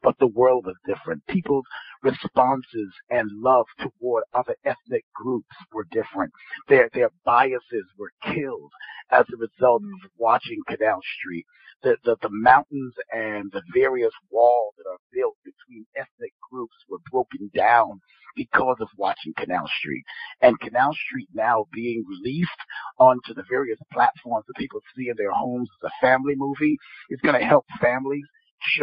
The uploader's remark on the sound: On the phone w/ the cast